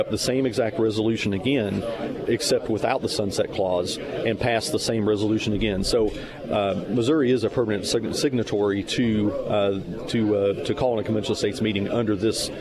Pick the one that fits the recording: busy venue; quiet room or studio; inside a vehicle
busy venue